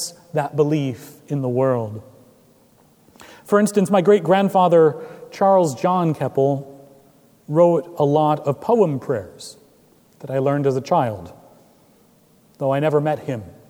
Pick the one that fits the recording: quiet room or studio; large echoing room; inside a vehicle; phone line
large echoing room